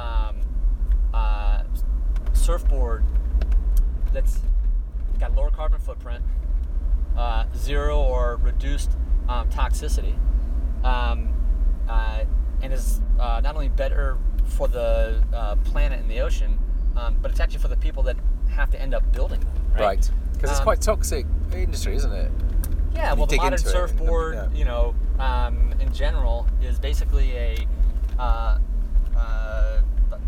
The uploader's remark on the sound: Recorded in his car to and from a cheeky surf session north of San Francisco.